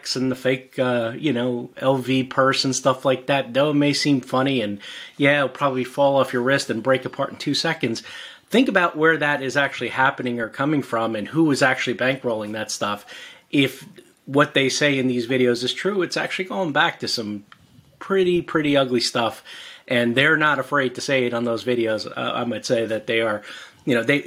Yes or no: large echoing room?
no